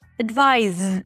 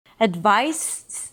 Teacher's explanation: It's a voiced sound versus a voiceless S. · IPA: ədˈvaɪs